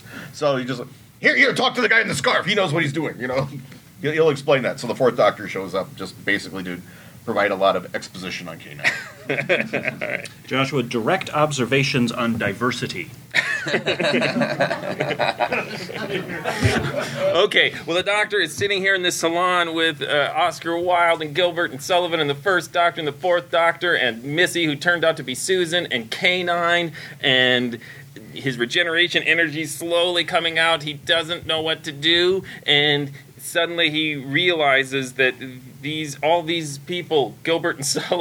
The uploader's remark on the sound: special podcast recorded at Convergence